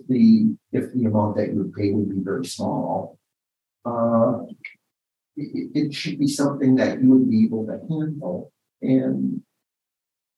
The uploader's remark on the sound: in a Zoom interview